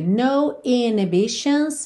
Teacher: Aqui na música, a gente não ouve o H